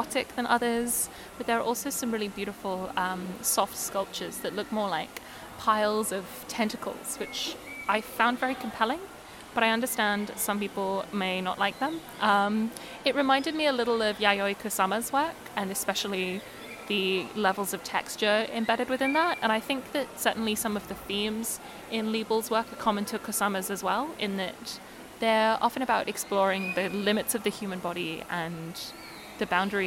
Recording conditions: background noise